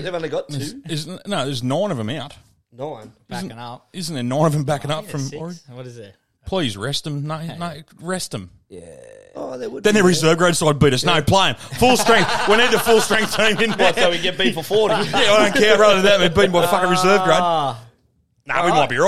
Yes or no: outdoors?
no